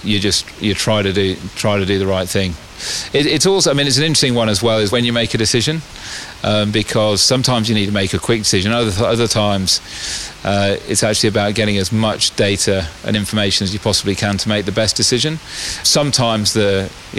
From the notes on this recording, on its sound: Recorded in the Ladies Stand at the SCG as summer rain fell the day after the Test.